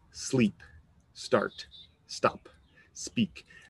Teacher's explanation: It just starts directly with the S. There is no E sound.